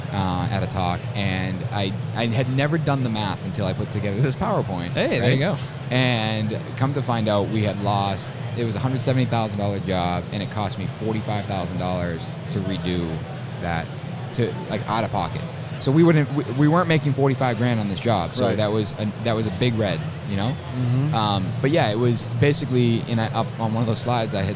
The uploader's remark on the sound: LIVE FROM IBS. This week on The Building Code we are LIVE from Las Vegas at the International Builders’ Show!